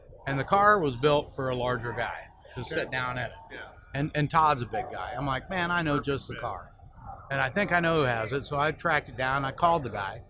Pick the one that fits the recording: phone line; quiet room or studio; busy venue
busy venue